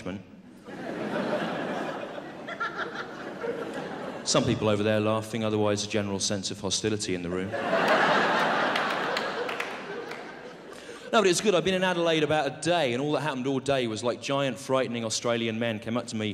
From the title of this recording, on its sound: 2000 Melbourne International Comedy Festival Gala